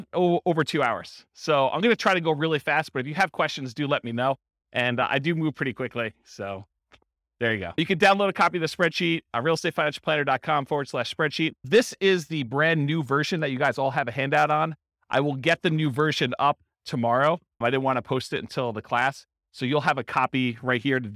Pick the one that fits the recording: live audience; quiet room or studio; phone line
live audience